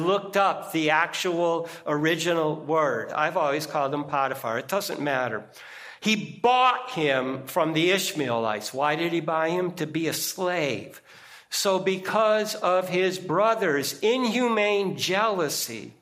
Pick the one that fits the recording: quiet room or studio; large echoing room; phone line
large echoing room